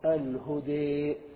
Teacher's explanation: وأما الإمالة فهي حالة متوسطة بينهما، فتكون الفتحة بين الفتحة والكسرة والألف بين الألف والياء